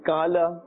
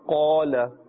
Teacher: So we're not saying Kala, we are saying Qala. A thicker sound, a thicker tone, and a full mouth. · Shown in: second take · Because this is Huruf Musta'aliya.